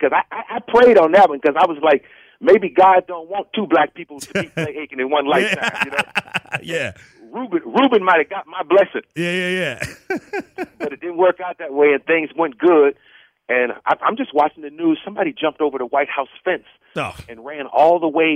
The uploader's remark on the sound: Called into Comedy 1031.